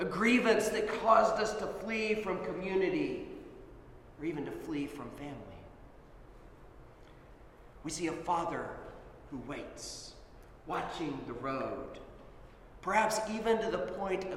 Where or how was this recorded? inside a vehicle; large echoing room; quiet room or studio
large echoing room